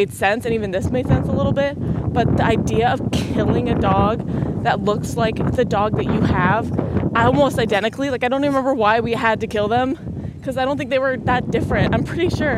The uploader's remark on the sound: the audio is shit, I’m literally walking through a wind storm.